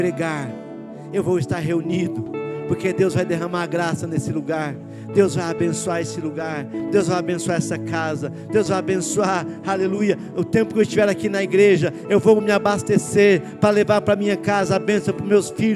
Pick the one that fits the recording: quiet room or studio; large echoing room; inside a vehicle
large echoing room